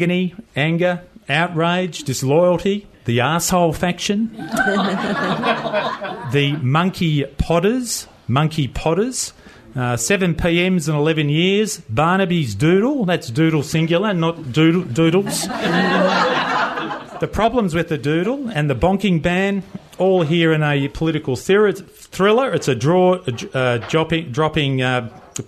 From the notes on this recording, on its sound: My Bookshop for a special LIVE recording of The Book Pod.